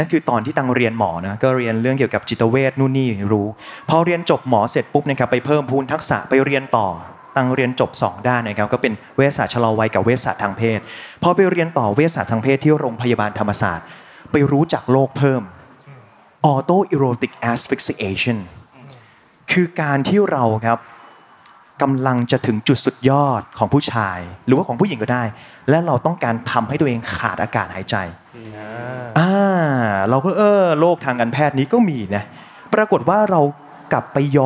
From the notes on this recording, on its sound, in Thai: บันทึกการเสวนา จากเวที Learning Fest Bangkok 2023 ที่ TK Park